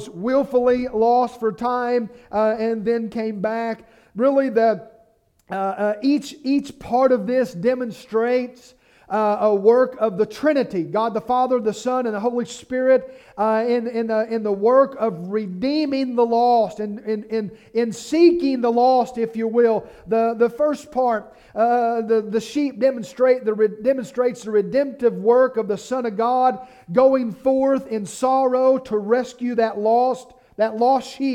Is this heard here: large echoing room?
yes